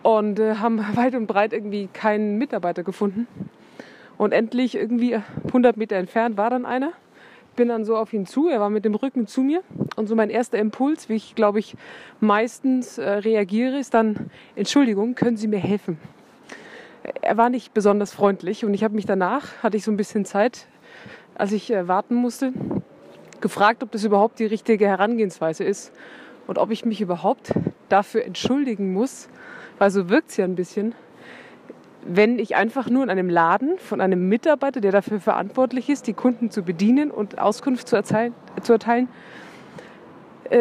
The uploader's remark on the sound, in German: Aus privaten Sprachnachrichten wird nun ernst - aus dem Smartphone in die Öffentlichkeit! Aus privaten Sprachnachrichten wird nun ernst - aus dem Smartphone in die Öffentlichkeit! Zwei, die sich kennen, seit Jahren, aber noch nie gesehen haben.